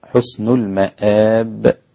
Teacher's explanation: إذا وقفنا عند حسن المآب هكذا بقلقلة الباء مع ترقيقها، المحافظة على ترقيقها، بارك الله فيك.